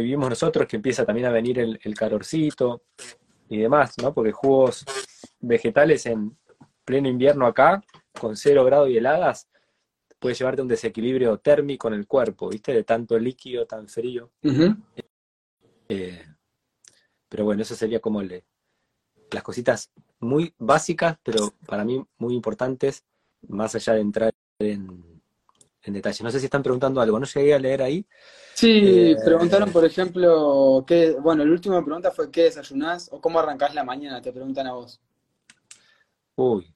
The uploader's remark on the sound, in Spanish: Audio de la charla en vivo por Instagram